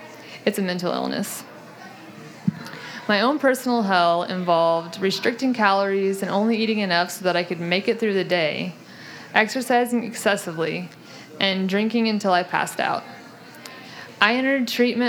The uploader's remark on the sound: Impromptu Raconteurs. You never know what you'll get when the audience steps up to the mic.